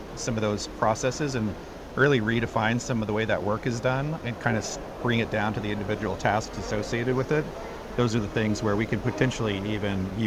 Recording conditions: busy venue